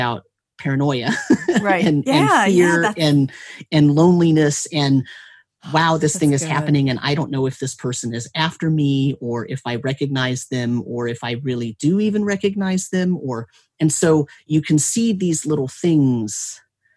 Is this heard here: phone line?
no